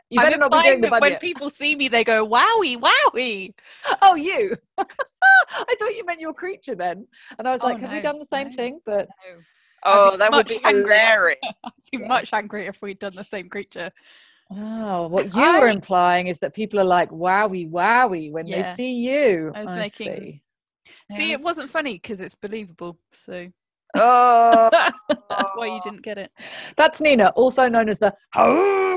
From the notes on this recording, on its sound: This episode was recorded via Zoom due to lockdown